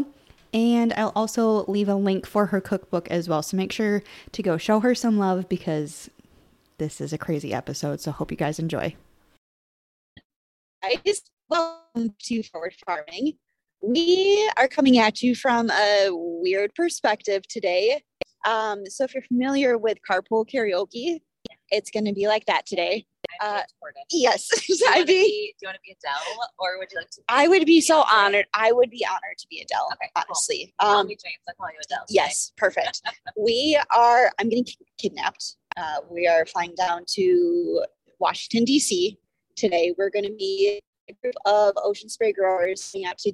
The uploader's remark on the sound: Just as a warning- the audio of this episode isn't....great. In the car.